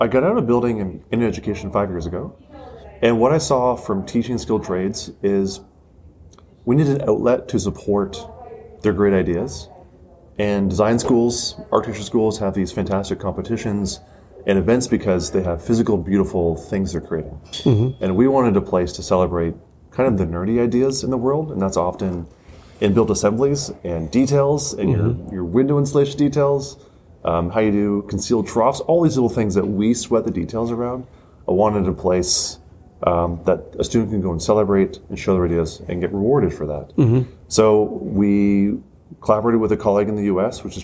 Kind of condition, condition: setting, busy venue